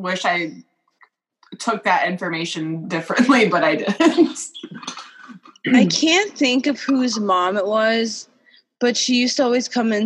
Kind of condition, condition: link, video call